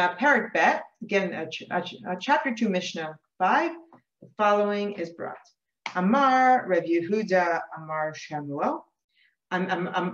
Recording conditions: video call